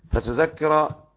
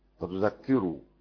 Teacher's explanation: ابن كثير وأبو عمرو ويعقوب يسكنوا الذال ويخففوا الكاف ويفتحوا الراء، فتذكر حمزة يفتح الذال ويشدد الكاف ويضم الراء